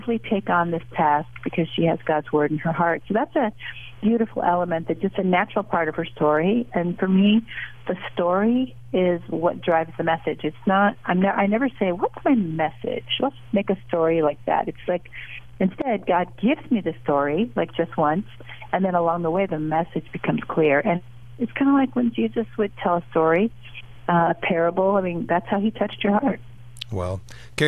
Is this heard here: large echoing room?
no